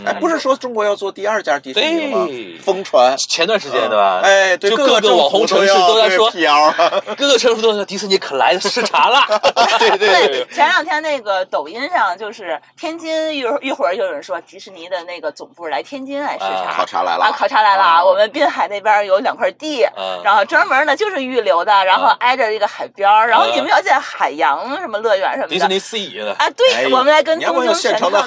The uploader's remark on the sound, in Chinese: 本期节目是在喜马拉雅播客全明星8848城市直播中录制的视频音频。